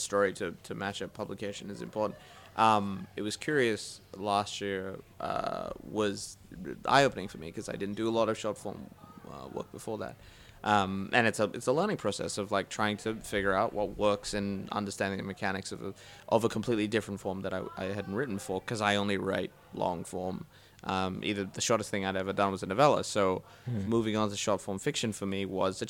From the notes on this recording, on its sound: Recorded live at the Brunswick Street Bookstore.